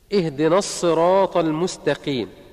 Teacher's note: فالصاد مفخمة لأنها لو رققت لصارت سينا